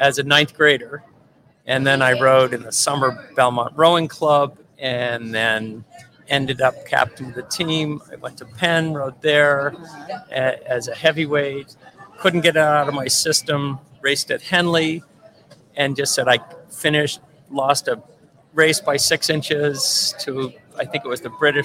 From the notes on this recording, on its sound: the site of our interview near Eliot Bridge on the Charles River in Boston